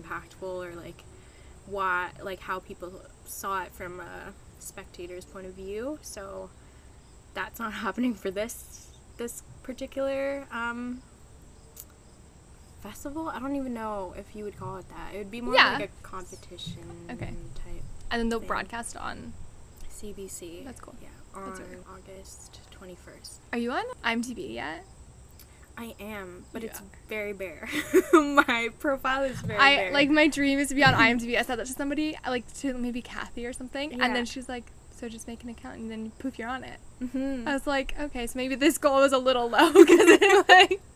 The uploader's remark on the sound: This one was filmed in the garden mentioned in Episode 3, so there are some nature sounds.